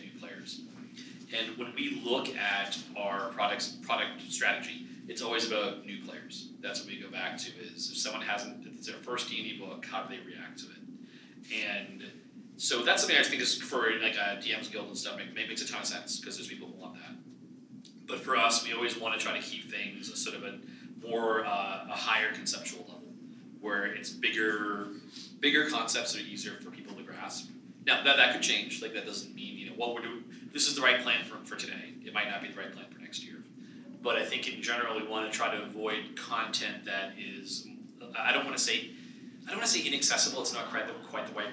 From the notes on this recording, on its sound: A panel discussion. Recorded at Gamehole Con 2017.